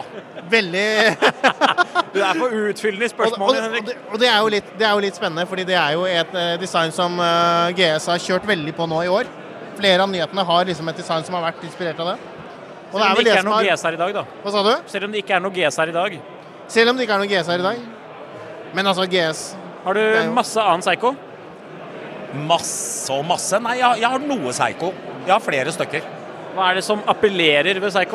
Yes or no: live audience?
yes